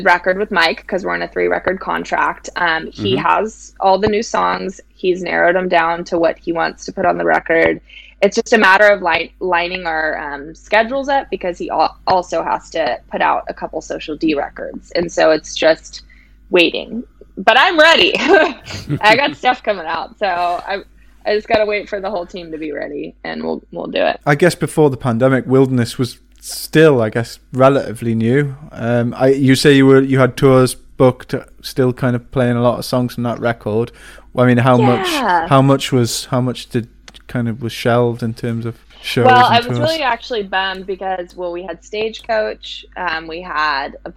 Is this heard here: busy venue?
no